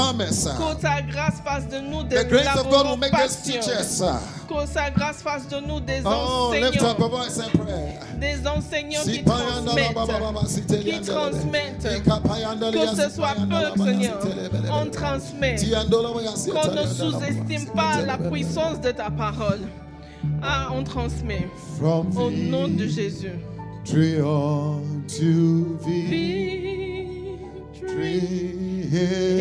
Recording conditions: large echoing room